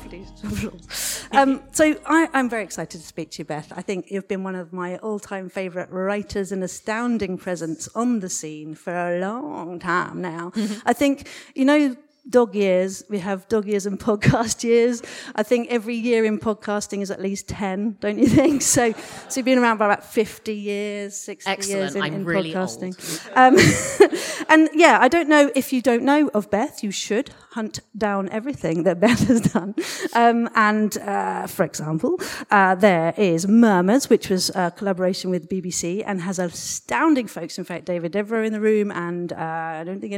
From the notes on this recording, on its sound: LIVE AT ADH PODFEST 2022. To all the audience who attended, asked and answered questions, shared your top 3 audio fic shows, thank you heartily. It was WONDERFUL to do this show live.